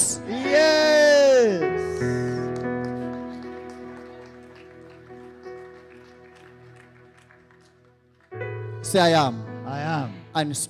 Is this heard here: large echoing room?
yes